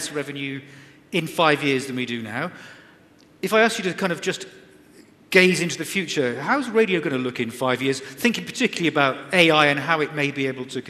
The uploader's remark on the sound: At this Radiodays Asia international conference on September 6. A panel of guest speakers.